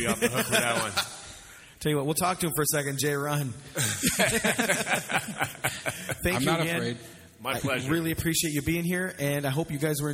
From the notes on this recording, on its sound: Recorded LIVE at the John D. Bradley Centre in Chatham,. For a live Q&A held at the Chatham-Kent Expo!